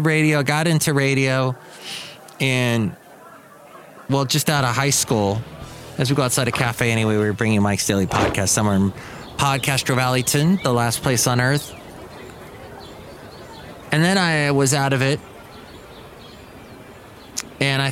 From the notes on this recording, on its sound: Podcasts live from Cafe Anyway.